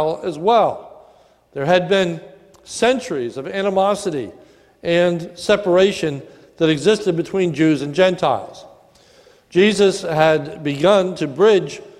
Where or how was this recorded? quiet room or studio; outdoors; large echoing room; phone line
large echoing room